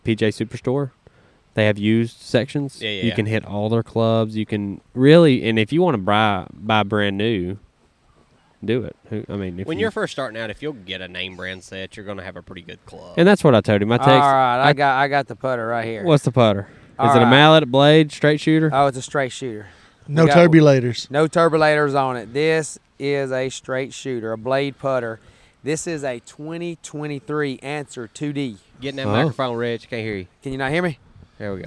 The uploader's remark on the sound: Beach Podcast! We recorded an episode on the beach and it’s a great one.